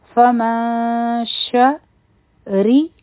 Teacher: فمن شریب، یو حرکه، را به نری هم وایو دلته، ځکه چې په را باندې کسره ده، با یو حرکه، او بیا دی من هو، میم او نون به یو ځای کړو.